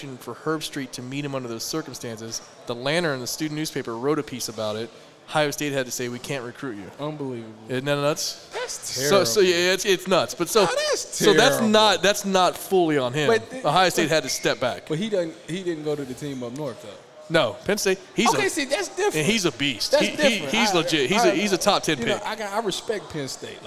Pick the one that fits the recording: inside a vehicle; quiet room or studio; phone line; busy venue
busy venue